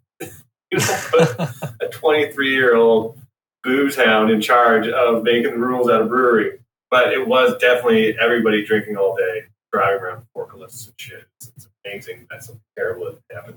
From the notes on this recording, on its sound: This episode is fraught with technical difficulties.